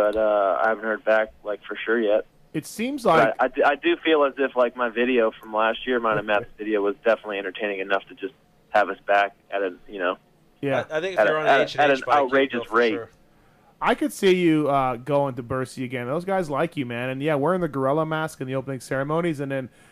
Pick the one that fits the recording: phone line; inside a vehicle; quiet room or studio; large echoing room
phone line